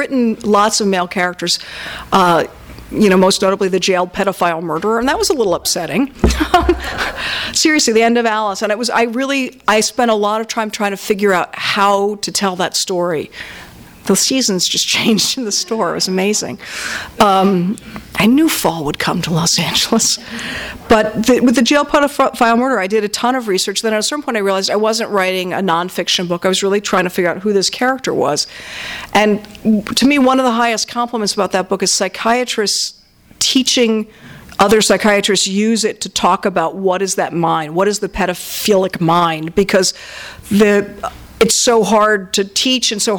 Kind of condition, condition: setting, live audience